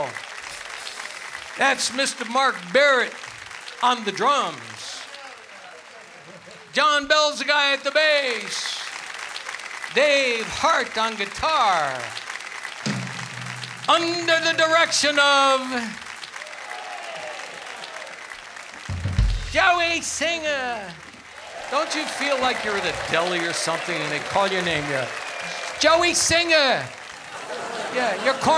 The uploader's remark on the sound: Live at the South Point Casino